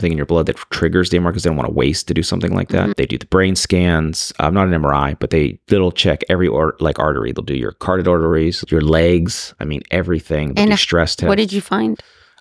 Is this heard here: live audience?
no